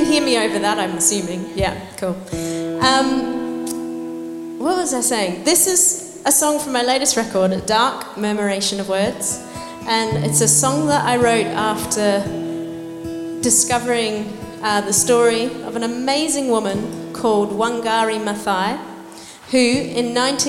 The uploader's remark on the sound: We recorded them performing live for The Zoo's 30th birthday celebration event